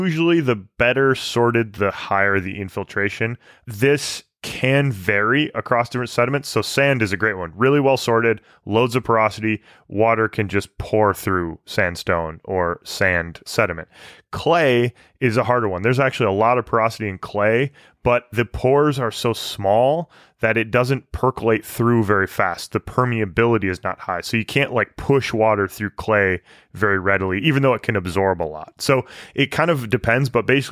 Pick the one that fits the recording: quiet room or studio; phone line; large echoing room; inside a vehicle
quiet room or studio